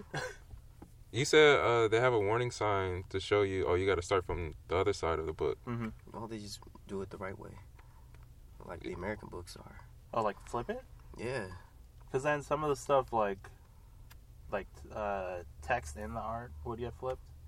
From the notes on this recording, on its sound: The boys are back in the car for now.